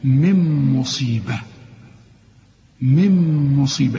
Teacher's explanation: بعدها ميم أنا عايز أقولك كأنها غير موجودة ها عايز أريحك اشبك لي الميم مع الميم لأنها إدغام كامل بغنة